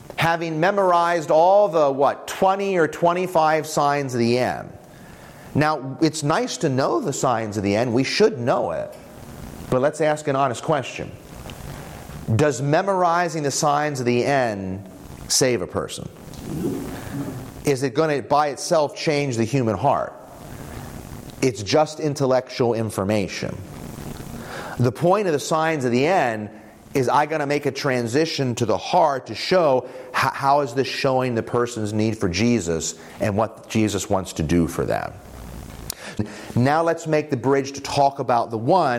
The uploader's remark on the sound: This presentation from the evangelistic innovation track at the 2023 Propel Conference.